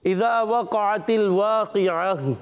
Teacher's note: گول تا کو وقف میں ہا ساکنہ سے بدل دیتے ہیں